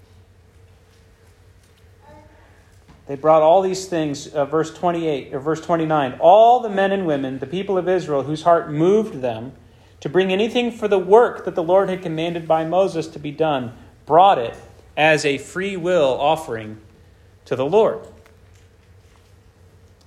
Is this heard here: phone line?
no